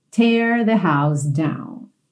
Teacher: Lembra dessa pronúncia aí do verbo to tear, aberto, ok? Como se fosse um acento agudo